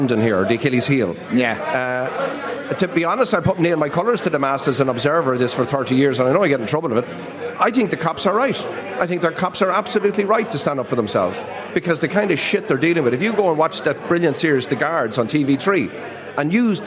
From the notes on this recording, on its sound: LIVE in The Palace Bar in Dublin